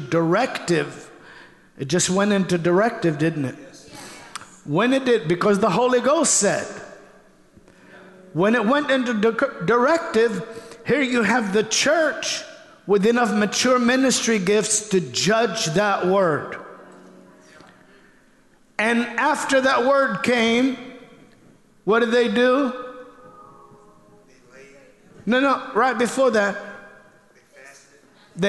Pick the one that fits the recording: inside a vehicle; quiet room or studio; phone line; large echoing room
large echoing room